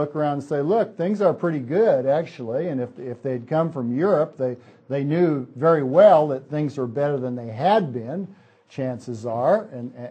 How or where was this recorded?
large echoing room